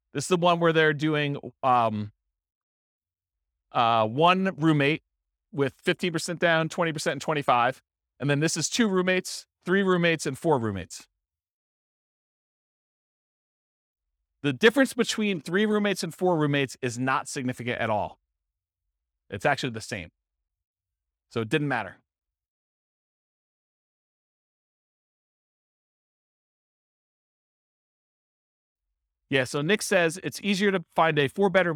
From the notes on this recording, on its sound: This was a live class recorded